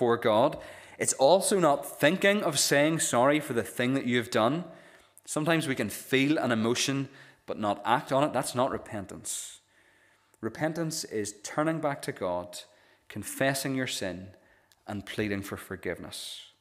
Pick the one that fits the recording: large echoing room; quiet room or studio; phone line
large echoing room